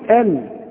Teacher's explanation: اللام مرققة ما دام مش في لفظ الجلالة